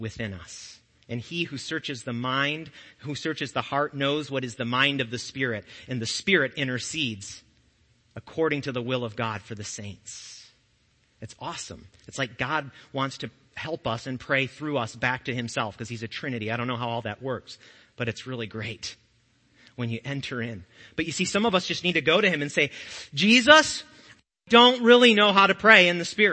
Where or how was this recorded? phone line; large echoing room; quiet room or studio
large echoing room